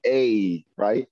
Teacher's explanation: A has a natural Y at the end.